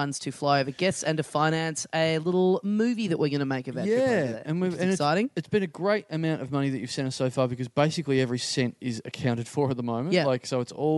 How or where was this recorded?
busy venue